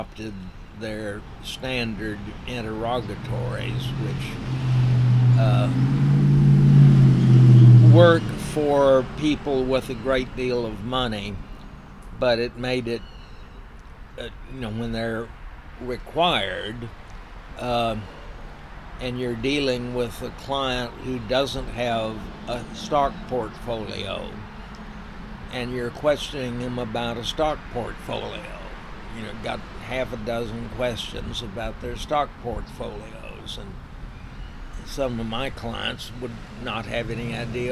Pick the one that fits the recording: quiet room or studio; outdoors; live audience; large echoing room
outdoors